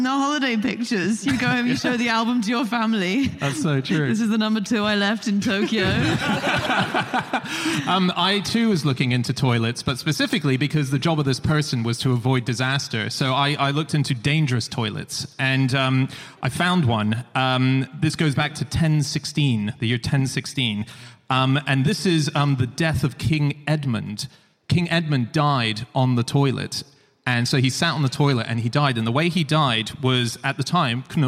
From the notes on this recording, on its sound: Live from the Union Chapel in London